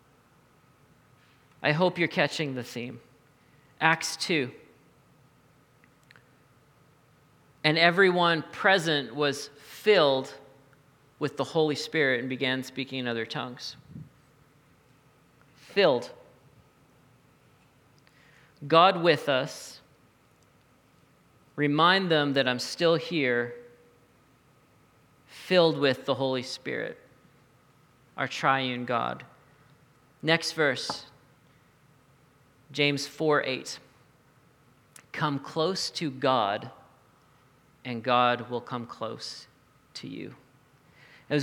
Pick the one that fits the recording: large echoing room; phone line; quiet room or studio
large echoing room